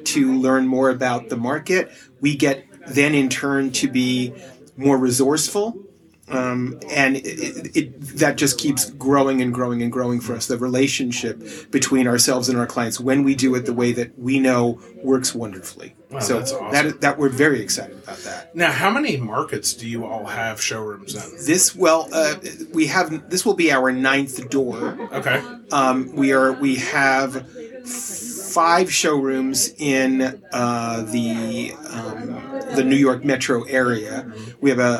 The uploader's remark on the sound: We have the pleasure of sitting down with a record 6 guests! This episode being recorded during the Nashville Design Collective's inaugural event.